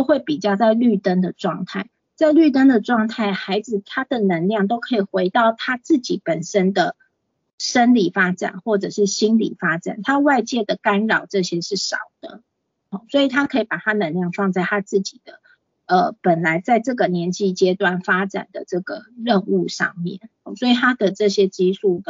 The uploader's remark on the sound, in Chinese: 講座錄音。此為線上課程錄音檔！